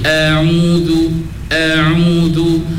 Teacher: Pasal hamzah dengan ain tu dia satu makhraj, iaitu makhraj halqi, halqum. Apabila dia satu makhraj, dia tak boleh bertangga tinggi sangat tuan-tuan.